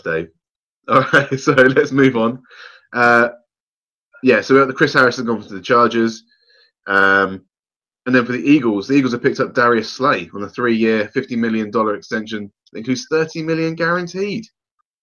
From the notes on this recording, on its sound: Isolation Edition. Get on a video call to record.